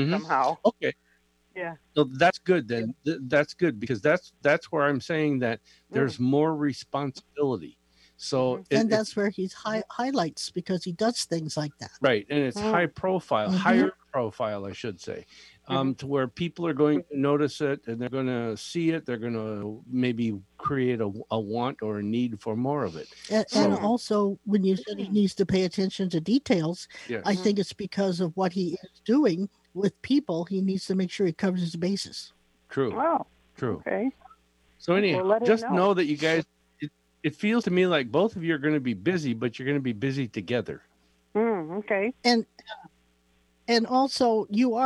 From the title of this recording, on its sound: Call In Readings